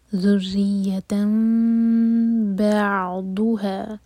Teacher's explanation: یہ تھا ذریتن، اور پھر بعضها، تو تنوین کے بعد با آ رہا ہے، تو تنوین کا جو نون کا ساؤنڈ ہے وہ میم میں چینج ہو رہا ہے. یہ اقلاب، میم کو ہولڈ کریں گے لیکن ہوٹو کو ٹائٹ بند نہیں کریں گے، اور 2 سیکنڈس کا ٹائم دیں گے. ذریتن بعضها، بع عین سیکنڈ پر تھوڑا ٹائم دیں گے تاکہ جھٹکا نہ ہو.